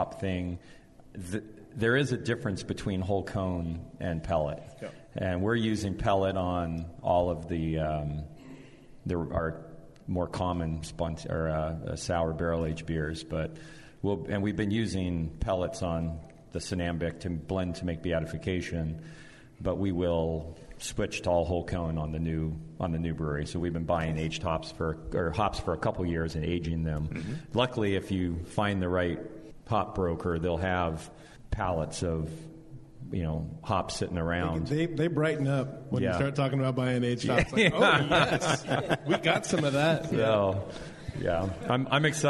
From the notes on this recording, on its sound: broadcast live from The Rare Barrel!